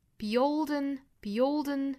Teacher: be old 连读都还有一个小小的 ye 的加音